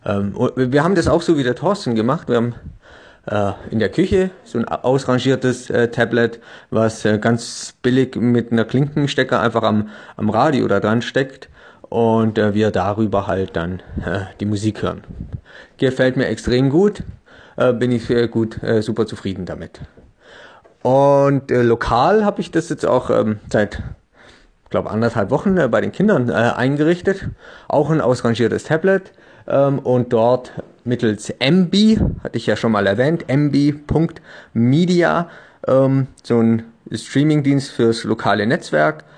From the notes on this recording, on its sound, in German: Wir sind das Kernteam dieses Gruppenchat Podcasts bei dem wir in einer Threema Gruppe ein Thema aufmachen und dieses per Sprachnachrichten bequatschen.